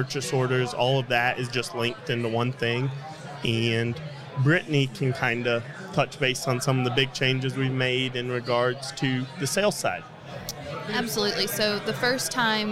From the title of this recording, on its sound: Live from Buildertrend University